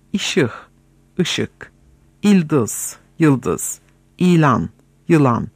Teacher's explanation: Bu hususta Batı Türkçesinin doğu kolu yani Azeri Türkçesi çok ileri gitmiş ve ı vokali ile başlayan bütün kelimelerin ilk vokalini bugün i yapmıştır.